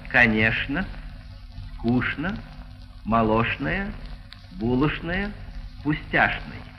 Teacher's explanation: В живом же языке эта группа «чн» перешла в «шн».